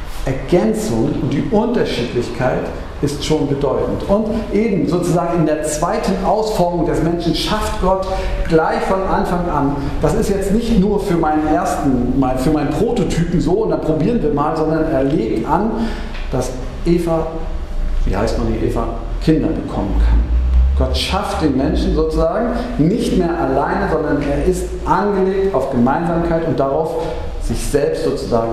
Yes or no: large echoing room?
yes